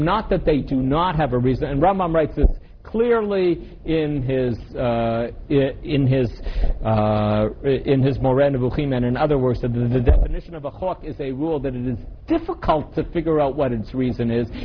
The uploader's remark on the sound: This audio was originally recorded on 12/25/2006 as part of Drisha's Winter Week.